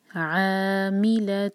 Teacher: ع مد تبعی دو حرکہ اور حلق سے نکالیں گے عین کو